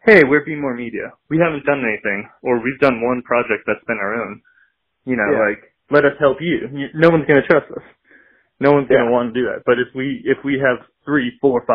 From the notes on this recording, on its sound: Have a phone call.